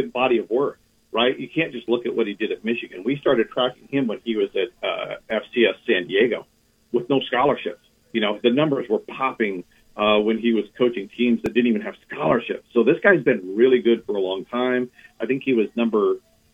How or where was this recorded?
phone line